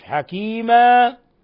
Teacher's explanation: الوقف على تنوين الفتح من حكيما بالألف حكيما، ويسمى مد عوض.